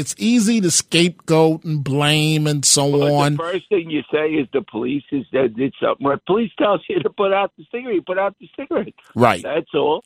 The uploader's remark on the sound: opens up the phones